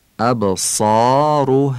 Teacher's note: ری ابصارها تفخیم میشه و زمشم اوی کوتاهه، یعنی عربی گفته میشه. و الف ابصارها ترقیق میشه، یعنی ای کشیده خوانده میشه، ابصارها. ببینید سا تفخیم میشه، هم صاد درشته هم الفش آ خوانده میشه، اما ه هم ه نازکه هم الفش ای کشیده است، ترقیق میشه.